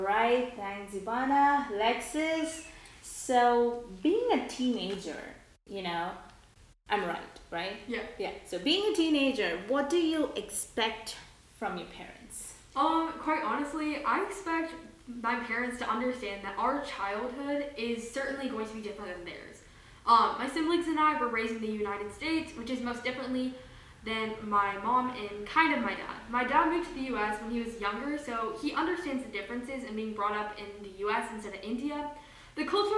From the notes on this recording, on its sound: we had to record it in my garage so please excuse the ECHOoo